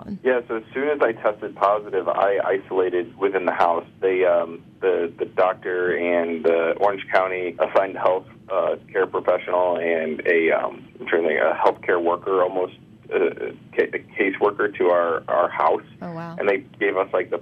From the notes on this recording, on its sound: calls in to chat